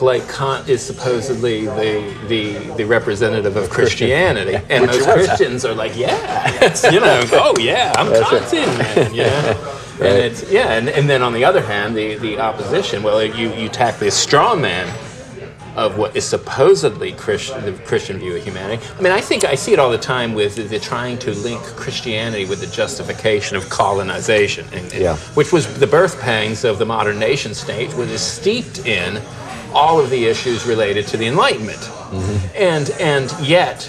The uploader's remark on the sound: The show is a bit noisy and a little choppy because it was recorded in the main part of the pub (we were exiled from the backroom by paying customers!).